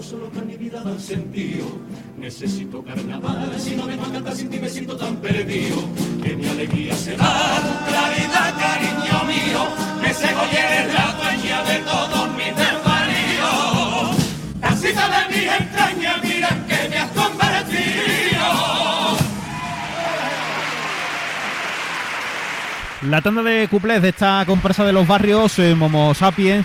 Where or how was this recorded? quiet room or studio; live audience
live audience